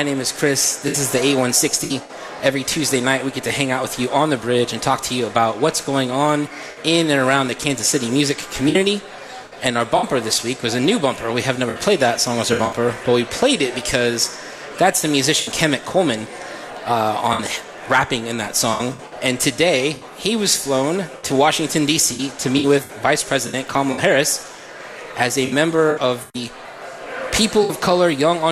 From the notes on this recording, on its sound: We are LIVE from The Beer Hall at Boulevard Brewery. We are LIVE from The Beer Hall at Boulevard Brewery and you’re invited to come out and be part of the broadcast.